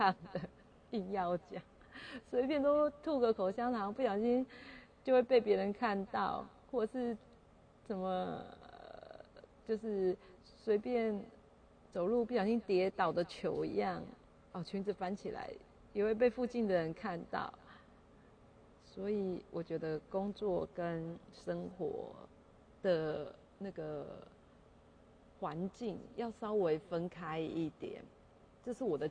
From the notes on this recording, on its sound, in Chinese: 第一次錄音錄音品質不是很好。我這次錄音前忘記先調整音量了。